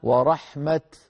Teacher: تاء ساكنة مباشرة بعدها ضم للشفتين من غير صوت · Term: الإشمام